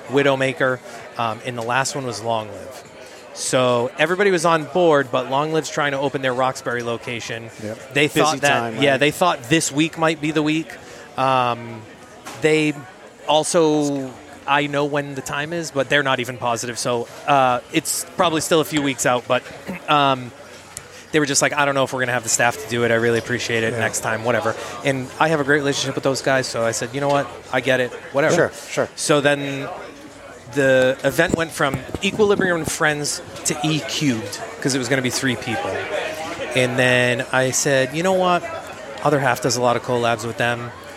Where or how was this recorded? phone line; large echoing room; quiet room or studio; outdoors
outdoors